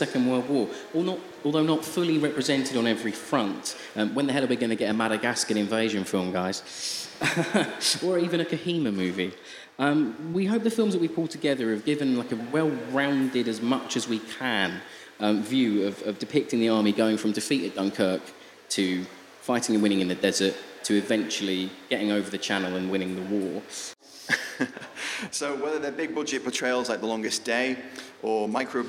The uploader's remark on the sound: We Have Ways Festival 2023. We recently gave a talk at the fantastic 'We Have Ways of Making You Talk' podcast Festival.